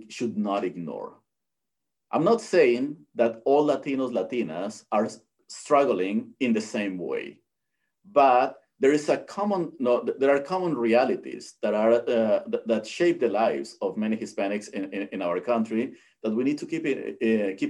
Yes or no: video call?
yes